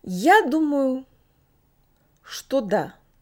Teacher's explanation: there's a really strong Y sound in the beginning of я